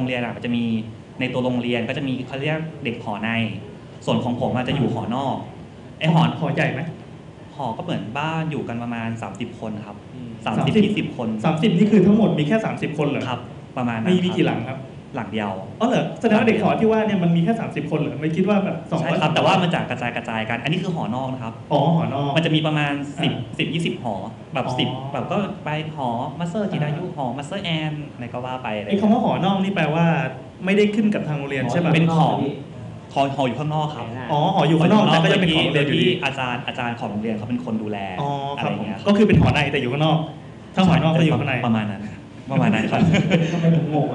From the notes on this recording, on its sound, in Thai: Live in TK Park. เป็นเทปบันทึกการ Live on Stage ครั้งแรก. จากงาน ' PodTalk' มหกรรมชุมนุมคนทำรายการ Podcast ชาวไทยที่ผ่านมา.